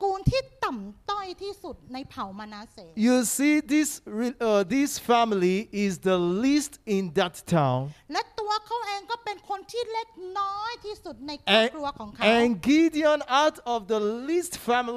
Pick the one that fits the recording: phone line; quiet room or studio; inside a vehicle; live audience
live audience